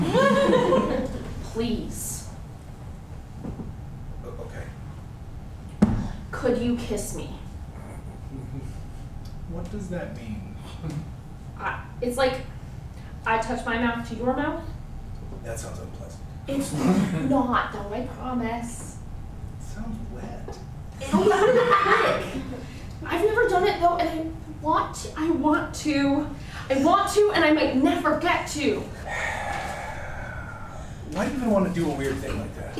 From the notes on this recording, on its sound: Live recording. We're releasing our first ever LIVE show, recorded back in September 2023 at 18th and Union in Seattle, Washington.